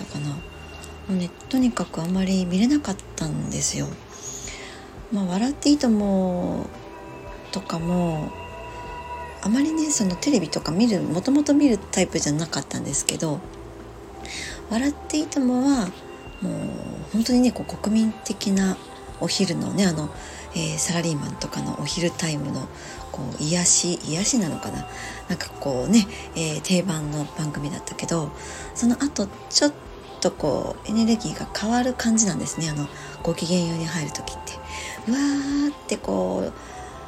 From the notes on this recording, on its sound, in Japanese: 外の音が様々入ってしまっています お聞き苦しい所がありましたらすみません